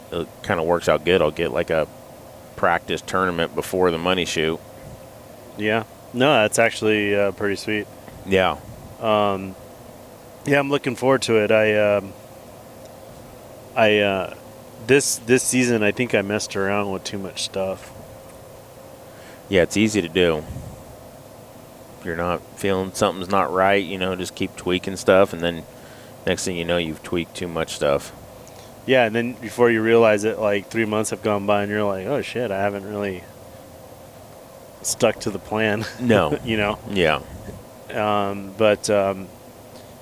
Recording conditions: inside a vehicle